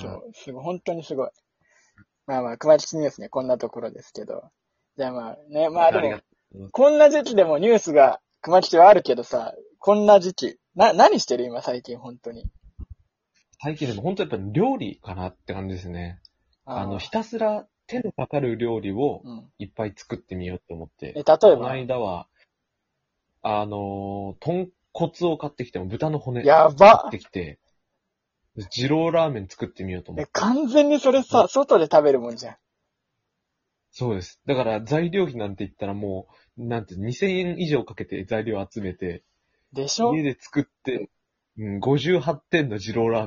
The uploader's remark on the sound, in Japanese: リモート収録思ったより手軽で、毎日やりたい。